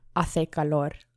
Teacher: in Spain, like the C, the letter C, when it makes an S sound, um, in Spain, it makes like a th sound